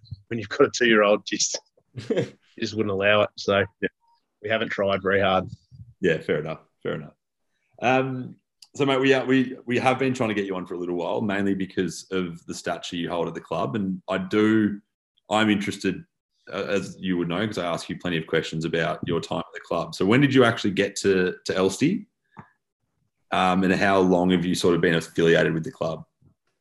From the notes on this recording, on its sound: as the boys are forced onto zoom